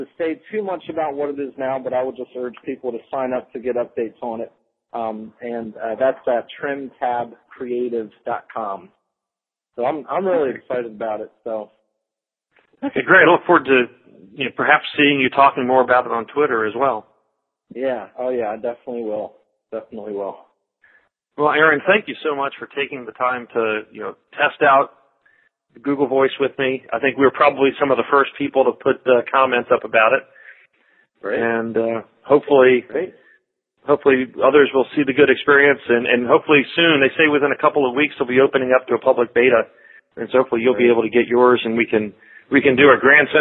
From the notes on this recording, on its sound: The Google Voice Podcast (Recorded ON Google Voice). We talked about the experience on each side of the phone-call.